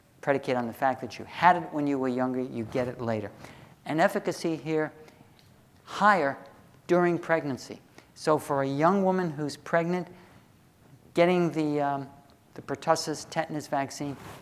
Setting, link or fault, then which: setting, large echoing room